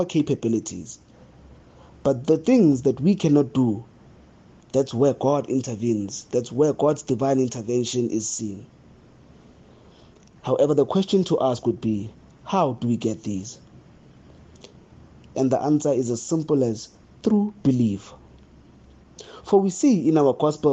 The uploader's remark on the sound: the homily preached at Holy Trinity Catholic Church in Braamfontein, South Africa